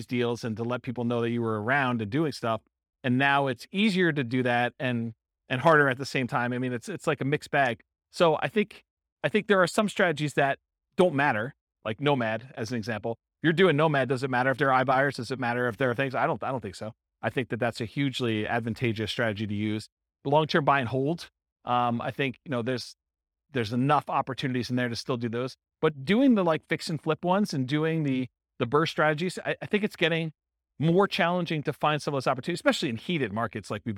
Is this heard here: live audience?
yes